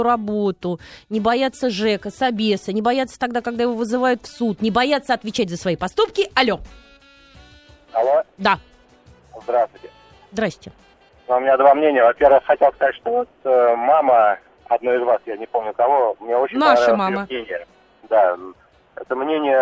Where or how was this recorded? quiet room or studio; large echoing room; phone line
phone line